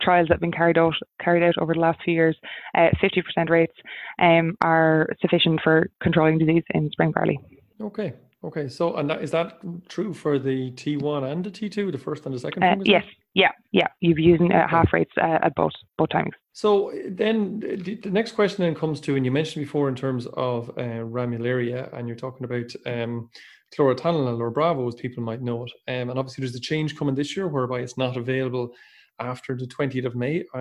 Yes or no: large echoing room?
no